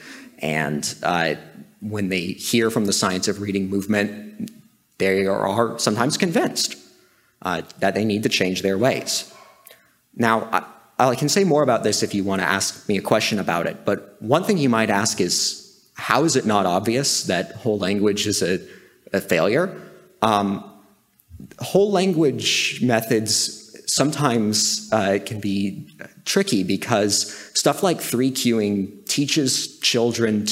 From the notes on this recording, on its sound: Recorded July 1, 2023, at OCON in Miami, Florida.